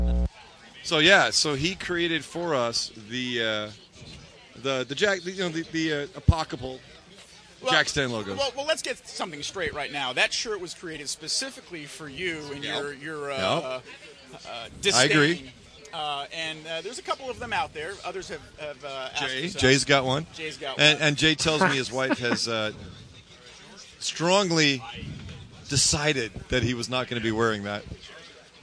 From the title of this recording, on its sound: Live from SCCA Runoffs at Daytona